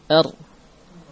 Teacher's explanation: Ra keluar dari ujung lidah. Ujung lidah bersama dengan zahru, zahruhu. · ra memiliki sifat di antaranya takrir. Ada getaran pada ujung lidah. · Term: huruf ra